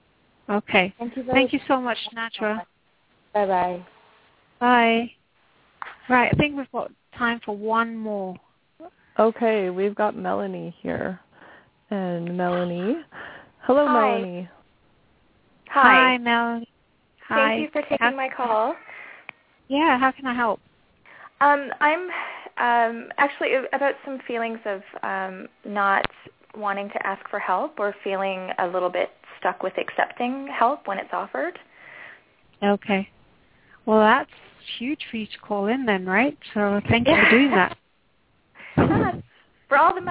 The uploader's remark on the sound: Takes your calls for healing live today!